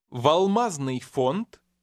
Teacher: D at the end of a word sounds like T.